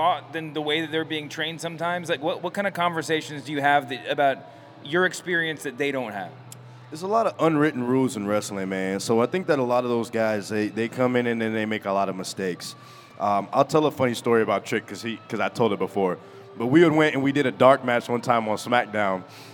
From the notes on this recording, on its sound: Live at the WrestleMania Superstore.